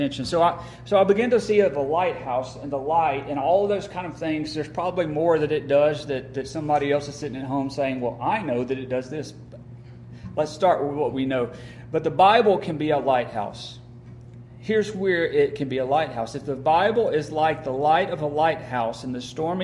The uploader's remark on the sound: Remainder is recorded at Friendship Baptist Church on August 24, 2022.